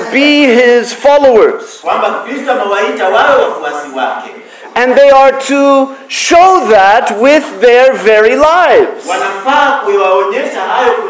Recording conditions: large echoing room